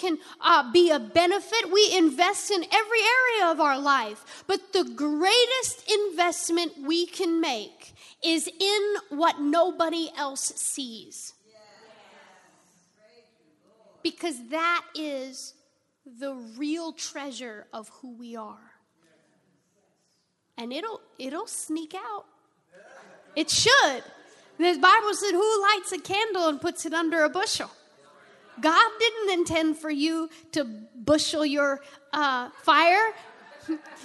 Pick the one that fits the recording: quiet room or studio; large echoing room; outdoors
large echoing room